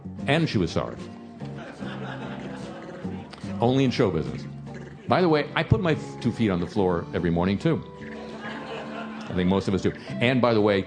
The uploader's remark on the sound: LIVE from Kings Place for the London Podcast Festival. With special musical guests.